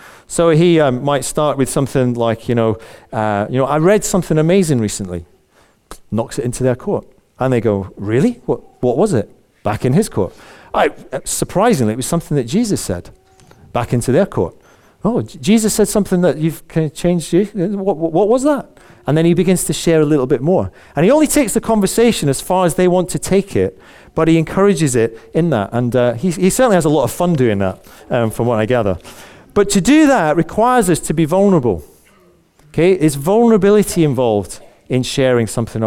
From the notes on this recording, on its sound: Recorded on 17th January at our Moseley gathering